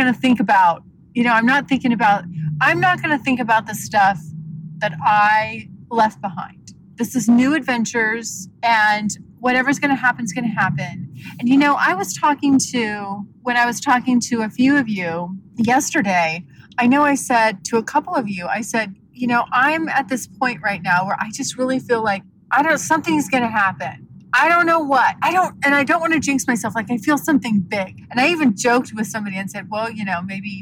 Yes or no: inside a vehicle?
yes